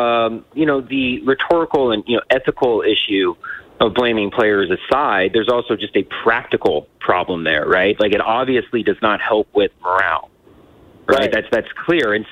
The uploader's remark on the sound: Joins the show on the phone. Taking phone calls on the subject.